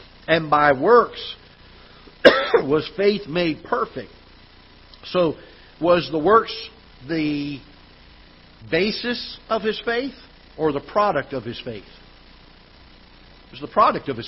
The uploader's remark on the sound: Ketha Heights Baptist Church ~ Live Broadcast